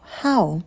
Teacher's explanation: «Х» – очень легкий, воздушный, и дифтонг «ау». «Ау». Мы держим оскал, улыбаемся и произносим «ау».